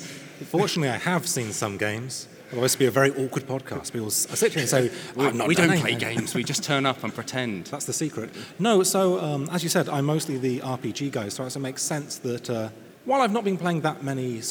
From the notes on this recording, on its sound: Live at Tabletop Gaming Live! Chat on-stage at this year's Tabletop Gaming Live convention.